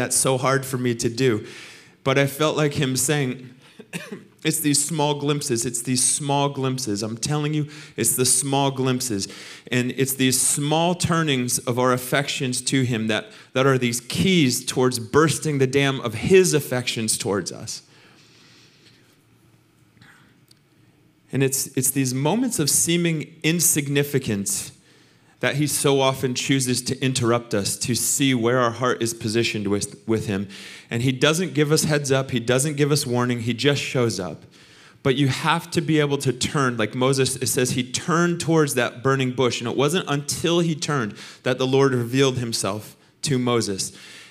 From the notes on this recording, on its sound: Recorded sunday evening service at Reunion Hawaii